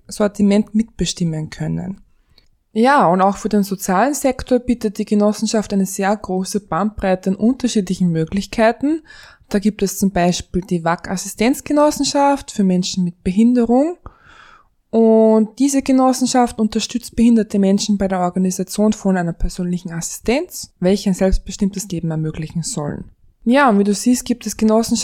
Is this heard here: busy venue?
no